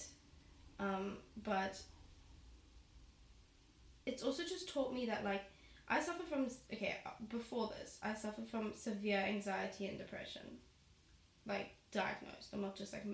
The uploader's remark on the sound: i'm sorry about the sound quality - my laptop didn't recognise my mic while I filmed this and recorded the episode on my laptop mic